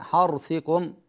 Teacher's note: الراء في قوله حرثكم مفخمة